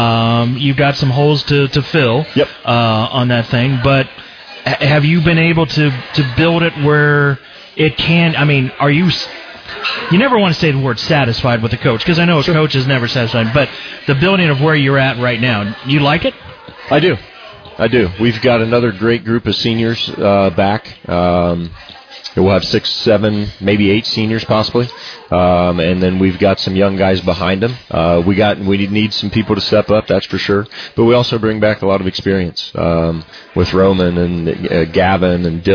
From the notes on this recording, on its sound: Broadcast live from Shipp Brothers Brewing in downtown Newark. The Licking County Locker Room is broadcast live from Shipp Brothers Brewing in downtown Newark.